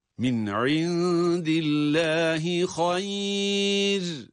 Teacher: Yani ya sakin kendinden öncesi de üstün harekeli ise buna harfi lin diyoruz. Yani cezimli olan ra'dan önce harfi lin olması halinde buradaki ra ince okunur